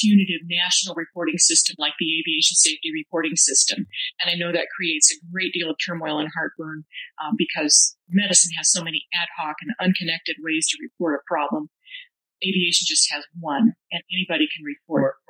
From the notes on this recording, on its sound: Remastered Oct 2022 - the audio quality isn't great.